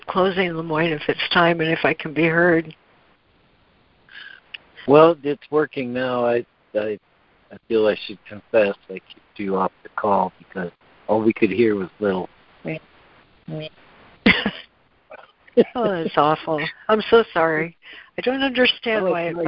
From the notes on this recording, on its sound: ACIM Daily Conference Call.